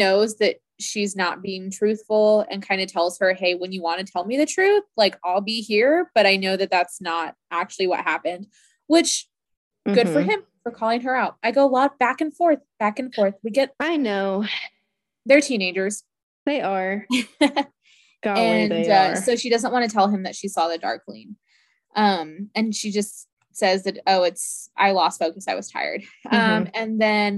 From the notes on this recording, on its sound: We also record over Zoom for the first time this week, so give us some grace for any odd audios